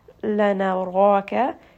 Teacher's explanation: Lana raka, ra is going to be a two count med. This is a heavy med because ra is heavy in this case due to the fatha.